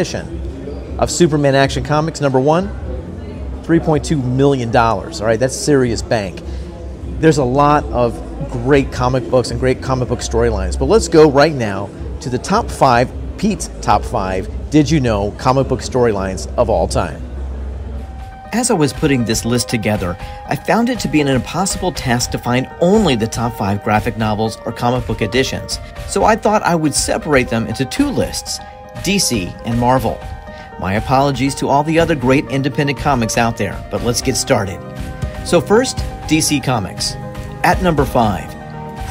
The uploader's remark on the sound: on location at the 2020 ComicCon in Prague